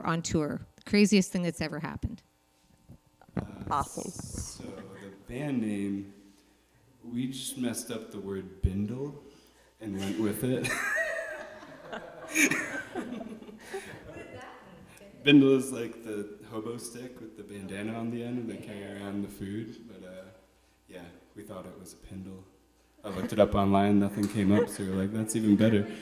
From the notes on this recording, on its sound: involves the live audience